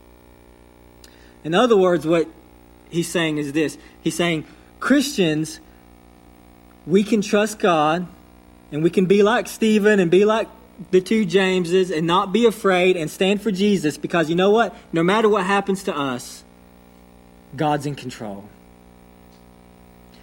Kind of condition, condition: setting, large echoing room